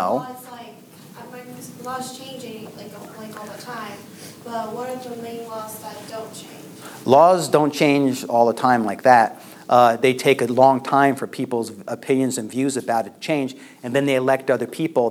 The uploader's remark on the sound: LECTURE ADUIO